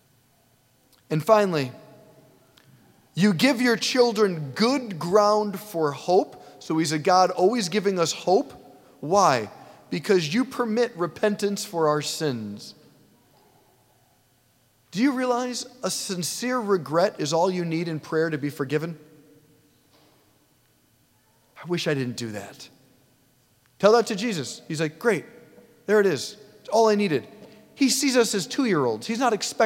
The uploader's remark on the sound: preached this homily on July 23, 2023 at St Basil the Great Catholic Church in Brecksville, OH